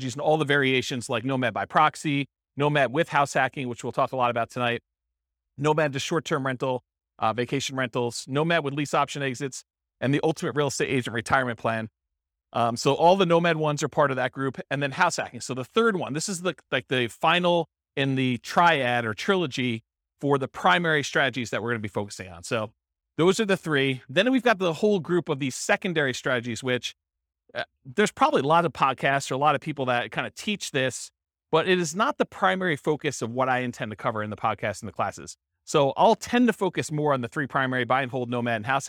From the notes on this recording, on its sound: This was a live class recorded.